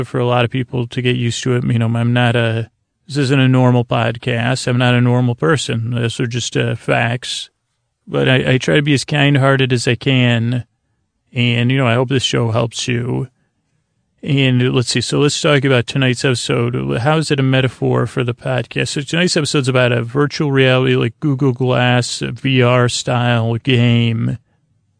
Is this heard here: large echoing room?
no